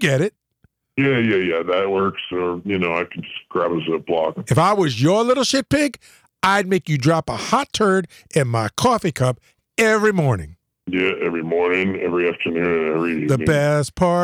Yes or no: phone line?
yes